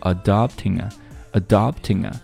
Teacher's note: adopting 后面又是一个后鼻音 ng 所以说和后面的 a 进行连读 adopting a adopting a 因为这个 a 非常不重要所以说我们听到它读得非常的轻几乎有一点听不出来的感觉了所以说 adopting a 后面你稍微一笔带过就可以了 adopting a adopting a